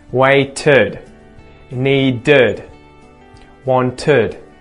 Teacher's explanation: if the word already ends with a T or a D sound, a T or a D, we need to add a schwa uh and a D sound on the end, ud